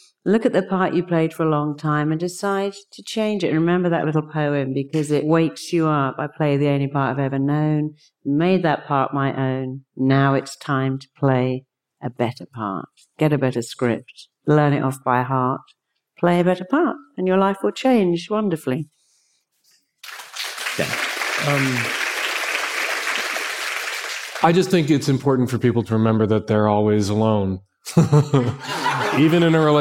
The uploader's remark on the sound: Episode live from Mindvalley's A-Fest Ibiza stage. Have a 3-way round-table discussion.